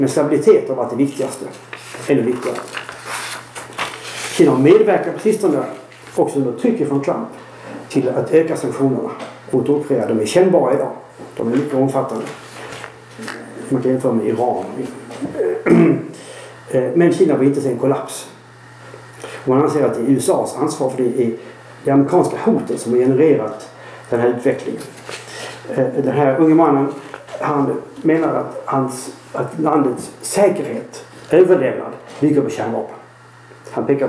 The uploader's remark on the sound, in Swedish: Vi ber om ursäkt för sämre ljudkvalitet då rätt teknik inte fanns tillgänglig.